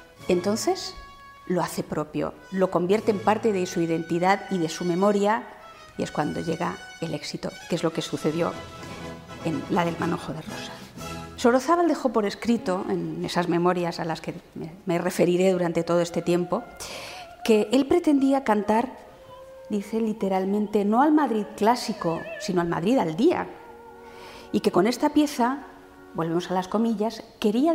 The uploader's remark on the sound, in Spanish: Dentro del Ciclo de Conferencias que el Teatro de la Zarzuela programa en colaboración con la Asociación Amigos de la Ópera de Madrid. La conferencia fue grabada en el Teatro de la Zarzuela en octubre de 2020.